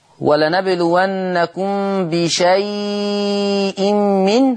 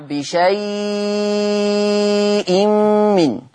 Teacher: قرأ ورش بتوسط وإشباع اللين المهموز في لفظ بشيء